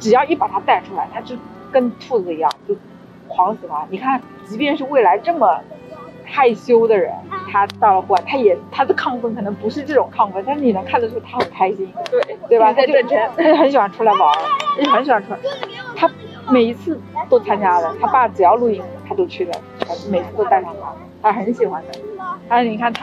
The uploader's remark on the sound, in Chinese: 它是我们10月份露营的时候和朋友的一次闲聊，那天夜幕降临后，我们点起了篝火，大家围坐在一起一边烤红薯一边聊天。聊天进行到某个节点，有人按下了录音键，记录了这次谈话。由于我们是在户外，没有专业的录音设备，大家互相坐的也比较远，所以音质非常糟糕。